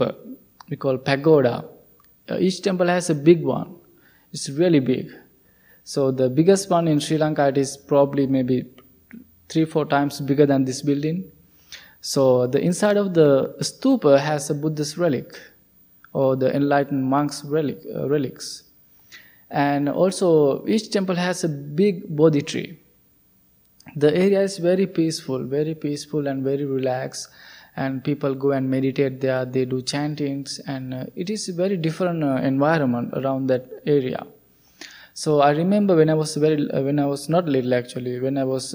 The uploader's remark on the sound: Recorded at the Blue Lotus Buddhist Temple. Recorded at the Blue Lotus Buddhist Temple.